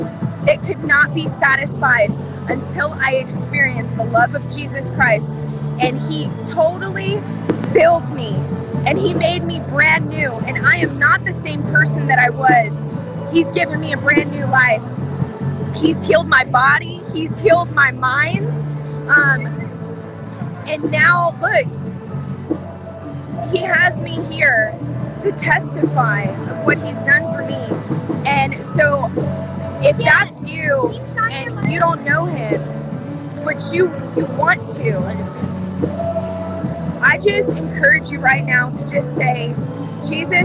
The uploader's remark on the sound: Take a walk with us on the Washington Mall